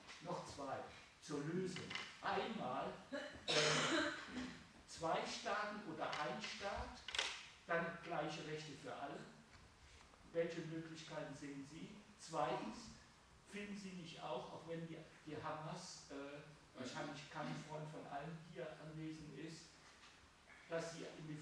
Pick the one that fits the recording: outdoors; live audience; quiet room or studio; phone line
live audience